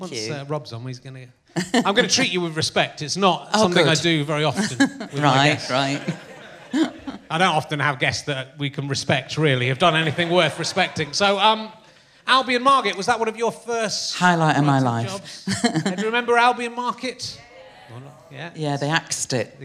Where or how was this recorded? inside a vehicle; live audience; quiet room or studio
live audience